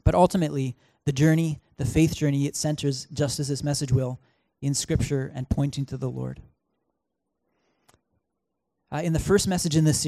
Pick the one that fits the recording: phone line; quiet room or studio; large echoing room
large echoing room